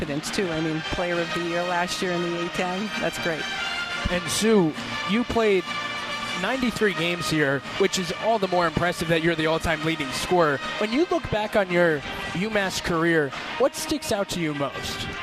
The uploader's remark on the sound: During halftime of the UMass Minutewomen vs Davidson Wildcats basketball game on Sun Feb 19, 2023 from the Mullins Center. Joined live on the Official Radio Network of UMass Women's Basketball.